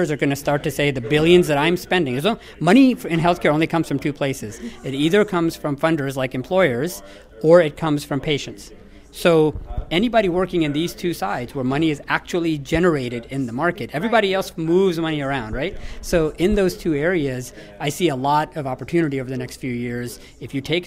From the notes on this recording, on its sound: Live from #WinterTech. At the third annual health 2.0 WinterTech conference running concurrent with JP Morgan Healthcare conference week in San Francisco.